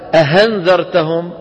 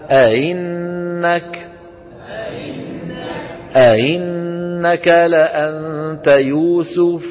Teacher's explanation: النطق بالهمزة المسهلة بين الهمزة المحققة وحرف المد المجانس لحركتها · Shown in: second take